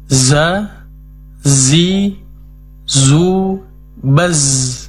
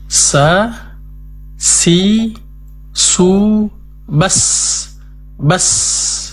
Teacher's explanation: Ketiga huruf ini memiliki sifat as-safir, yaitu berdesisnya suara ketika diucapkan.